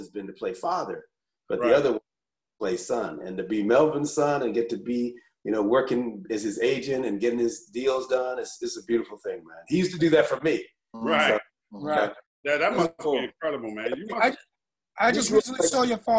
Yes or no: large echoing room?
no